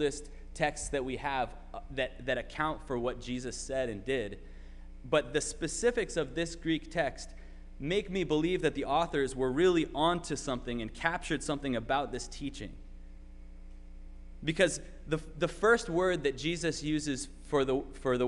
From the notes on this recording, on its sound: Sermon preached at RCHP